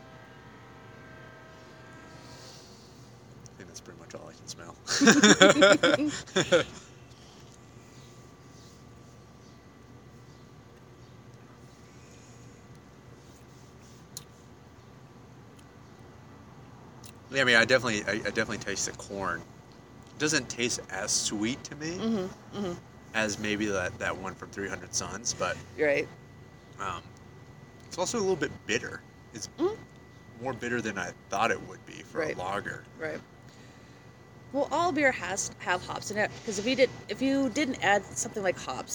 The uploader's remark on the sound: We recorded at Shoe's & Brews in Longmont, CO.